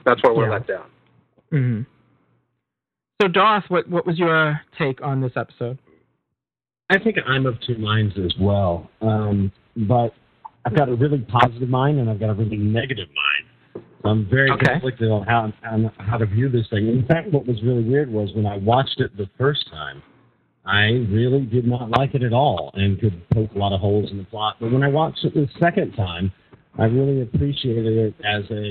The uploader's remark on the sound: With live listener feedback. Recorded live on the net via TalkShoe on Sunday, 29th of April 2007.